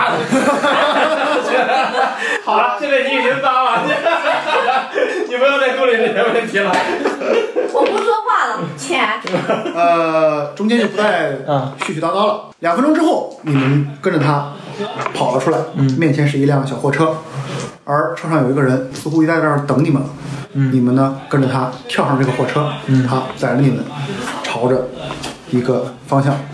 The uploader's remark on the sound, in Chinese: 因为这次跑团时录制的设备并不专业，再加上环境和大家散座的位置，音质会比较差，调试之后改善不大。